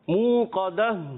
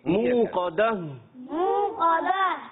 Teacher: منہ قدا میں ہم حرف مدہ کو ایک الف کھینچیں گے منہ، اور قاف کو ہم پر کریں گے حرف مستعلیہ میں سے ہے، اور آخر میں گولتا کو پھر ساکن کر دیں گے ہا سے بدل دیں گے، ٹھیک ہے.